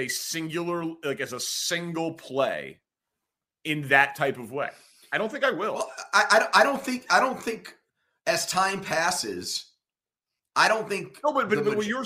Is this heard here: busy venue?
no